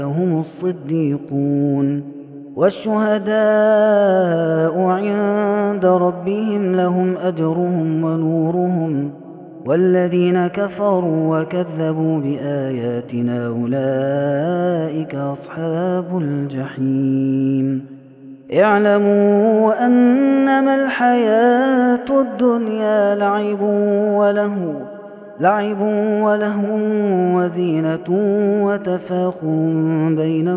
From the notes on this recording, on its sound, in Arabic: هذا التسجيل من صلاة التراويح